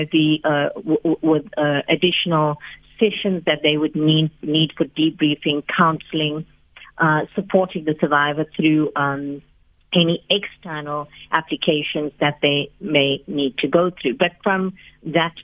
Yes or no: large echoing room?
no